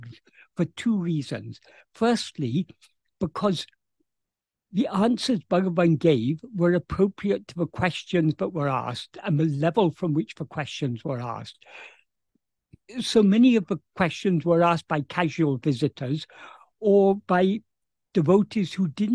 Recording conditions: video call